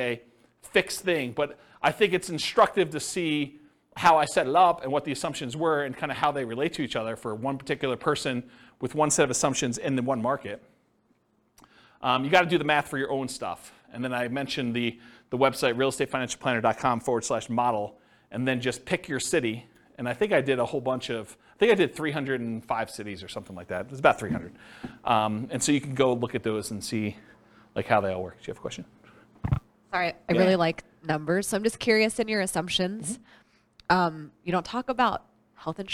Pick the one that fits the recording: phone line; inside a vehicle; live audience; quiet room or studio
live audience